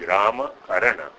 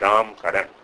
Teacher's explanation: we swallow the last short vowel a · Shown in: second take